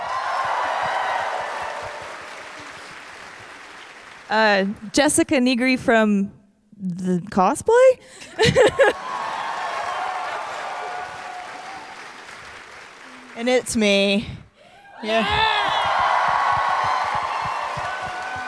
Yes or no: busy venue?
yes